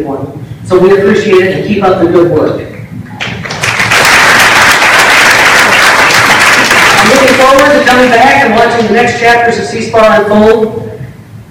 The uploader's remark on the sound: Podcasting live from the 2017 SEASPAR Believe &#38; Achieve Banquet. Podcasting live from the 2017 SEASPAR Believe & Achieve Banquet for our 3rd annual live broadcast at this event.